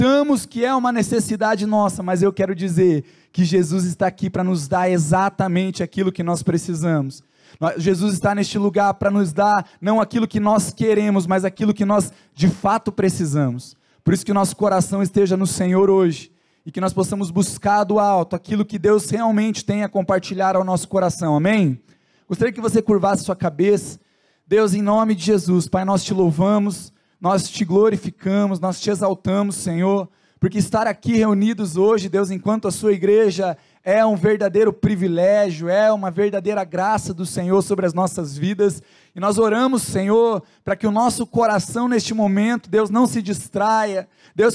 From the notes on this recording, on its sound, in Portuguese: Dia 13/02/2021 na Igreja ABA Curitiba (Transmitido ao vivo).